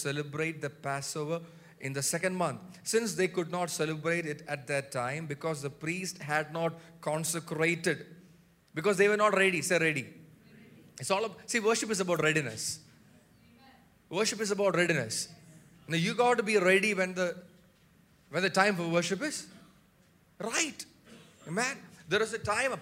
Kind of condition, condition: setting, large echoing room